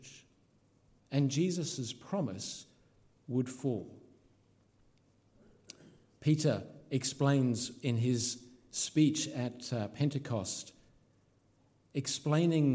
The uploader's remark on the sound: This sermon was originally preached at Holy Trinity Richmond on May 29th 2022.